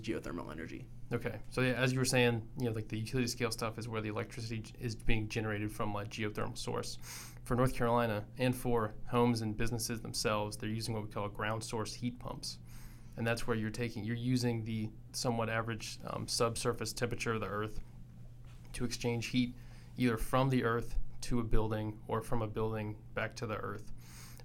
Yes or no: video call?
no